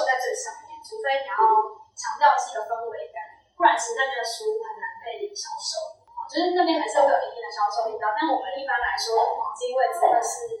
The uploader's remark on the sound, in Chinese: 店員專場講座特輯！現場收音設備不足，後製已盡量降噪處理，音質不佳敬請見諒。